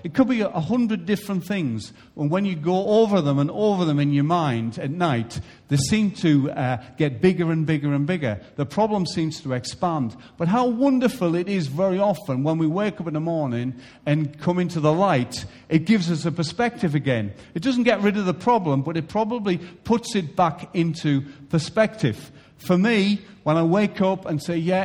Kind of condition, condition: setting, large echoing room